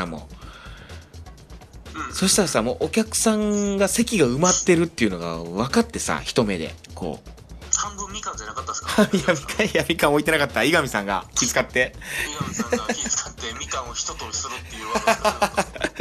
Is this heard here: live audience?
no